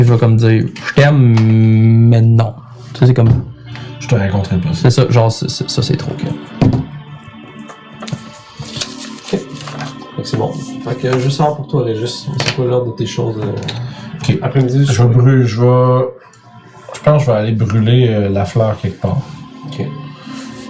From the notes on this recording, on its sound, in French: Vous remarquerez que nous avons eu quelques problèmes de son pour cet enregistrement.